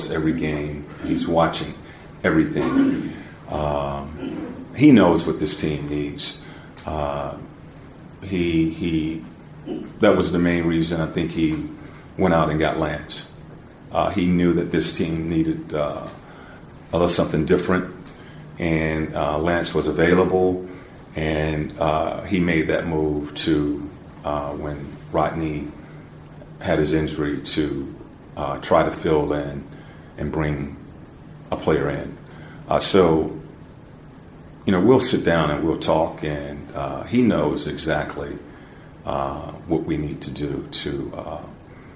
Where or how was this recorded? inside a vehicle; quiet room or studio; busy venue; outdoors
busy venue